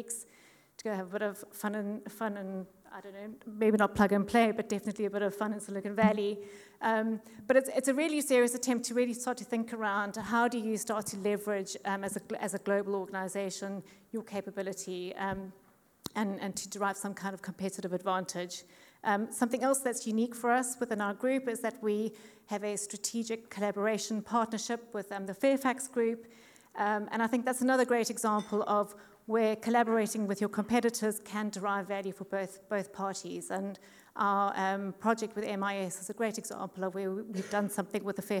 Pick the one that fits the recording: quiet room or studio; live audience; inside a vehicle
live audience